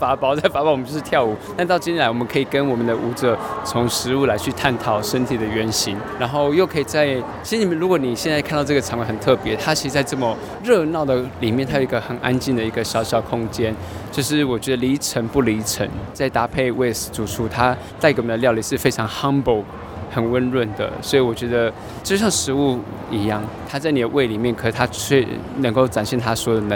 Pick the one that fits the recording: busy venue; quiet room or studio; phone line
busy venue